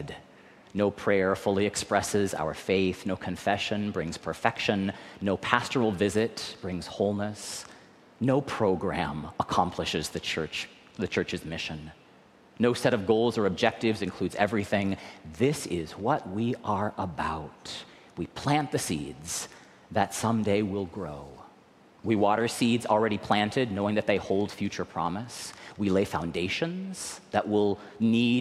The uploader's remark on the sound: recorded live at the 10:00am service